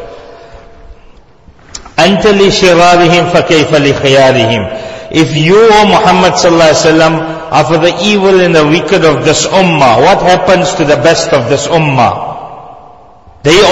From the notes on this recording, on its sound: Jumuah lecture